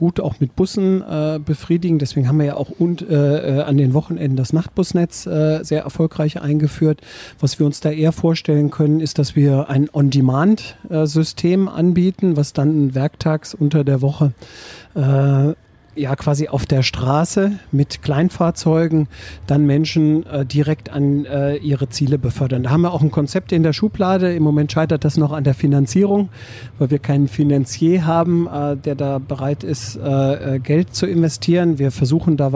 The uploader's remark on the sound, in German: Podcast aus der Straßenbahn